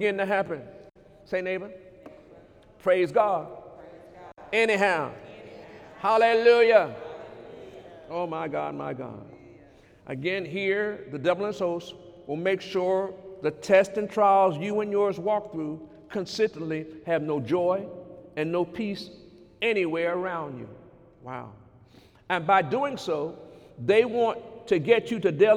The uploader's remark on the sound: During Sunday morning service on February 17, 2019